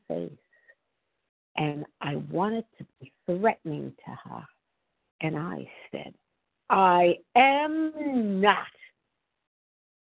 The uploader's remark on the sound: 100 Pounders Phone Meeting